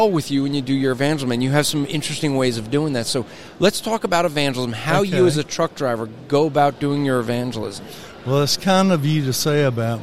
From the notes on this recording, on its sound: gets some interviews at the G3 Conference